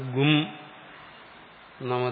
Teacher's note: പവർഗത്തിന് ഓഷ്ടമാണ്, പവർഗത്തിൽപ്പെട്ടാണ് മകാരം